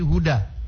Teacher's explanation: Jadi pertegas huruf dal tipis, jadi huda.